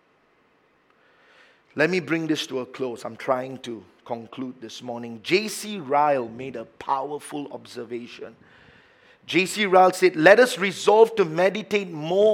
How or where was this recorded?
large echoing room